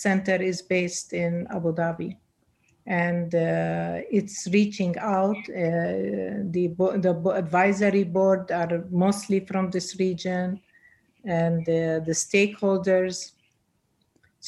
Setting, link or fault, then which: link, video call